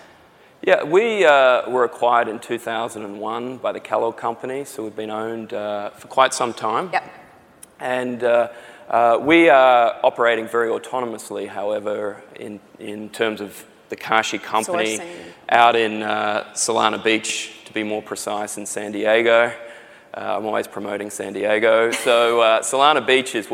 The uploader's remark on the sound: The best of live interviews from GreenBiz events.